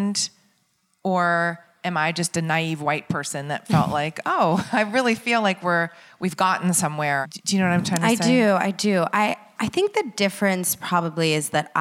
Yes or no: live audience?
yes